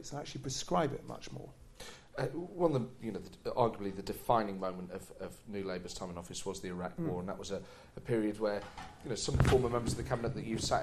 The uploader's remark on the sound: Recorded live at St James Theatre.